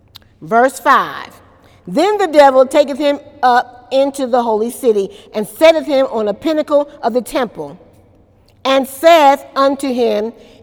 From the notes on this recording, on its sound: During Wednesday night service